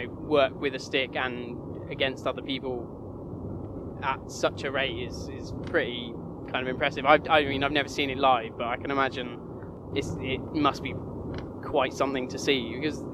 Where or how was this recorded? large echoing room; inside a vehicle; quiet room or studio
inside a vehicle